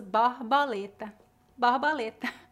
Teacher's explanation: Por exemplo, a palavra borboleta, como é pronunciada no sul, no Nordeste, nós pronunciamos borboleta, borboleta. A letra O é aberta e a letra R é aspirada. Borboleta, no Sul, borboleta, no Nordeste. · Term: sotaque nordestino